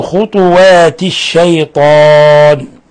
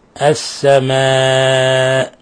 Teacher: خطوات الشيطان، لاحظوا إخواني كيف فخمنا الطاء والألف، لأن الألف حرف حساس رقيق يتأثر بما قبله، حينما نقول طاء الشيطان نفخم الألف تبعا لتفخيم الطاء